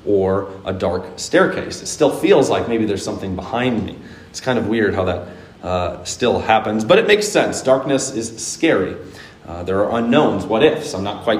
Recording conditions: large echoing room